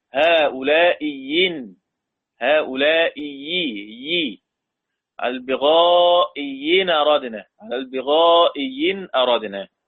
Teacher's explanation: بإبدال الهمزة الثانية ياء مكسور، مش ياء مد بقى ونقعد نقول نشوف هنمد كم حركة، لا ده ياء مكسور.